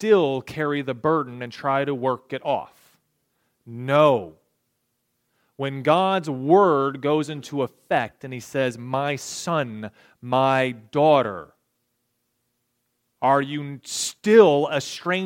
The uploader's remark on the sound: recorded February 11, 2023, at Ringgold Seventh-day Adventist Church